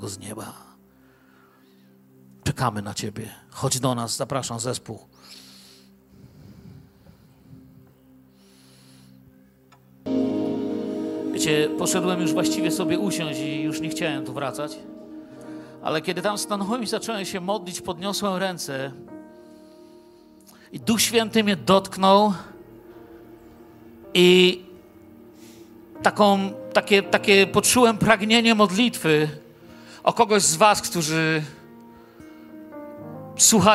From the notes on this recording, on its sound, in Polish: Wykład nagrano podczas ostatniego w 2023 roku nabożeństwa w Kościele „Filadelfia” Bielsko Biała.